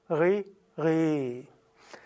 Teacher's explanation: Wichtig auch, wenn du es kannst, dann mach dieses Ri mit dem Zungen-R. Im Deutschen machen die meisten Dialekte ja das R in der Kehle, aber das Sanskrit-R ist das Zungen-R.